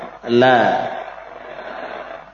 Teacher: Posisi makhraj di tepi lidah depan dengan gusi. · Term: lam